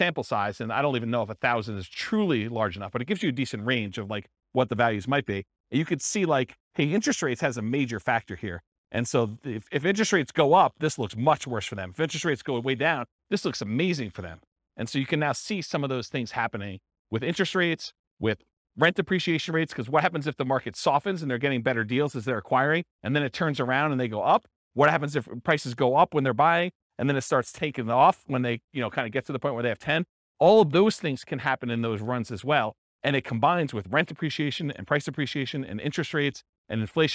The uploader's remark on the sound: This was a live class recorded.